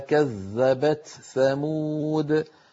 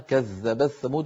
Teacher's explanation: كذلك التاء في الثاء من القراء من يظهرها ومنهم صاحبنا حفص كقوله تعالى كذبت ثمود، ومنهم من يدغمها فيقول كذب الثمود، منهم مثلا الكسائي، ومنهم حمزة، ومنهم أبو عمرو يدغمون التاء في الثاء · Shown in: second take · فيقولون كذب الثمود، ولا شك أنها أسهل.